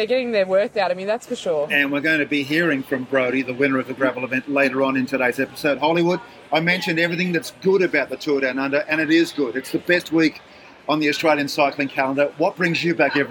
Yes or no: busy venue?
yes